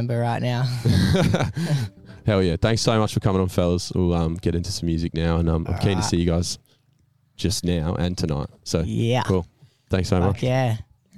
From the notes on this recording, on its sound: Live From The Backyard to have a chat and play a few of their originals